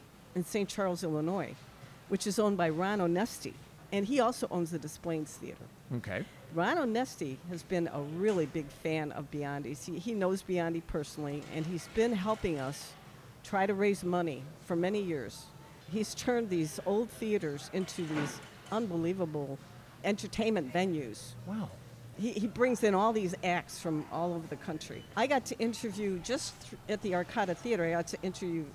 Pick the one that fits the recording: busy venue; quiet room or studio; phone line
busy venue